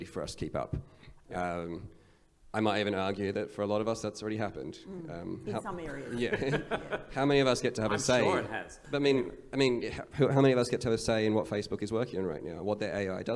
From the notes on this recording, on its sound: An audio release of our recent event, Better Than Us - The Impact of A.I.